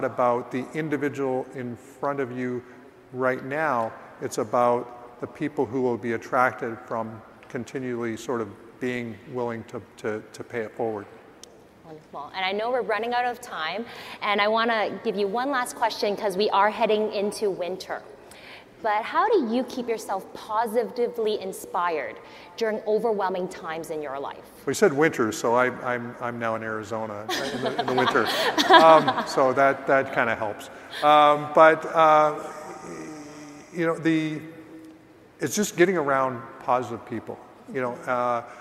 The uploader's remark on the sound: live from EXPCON 2022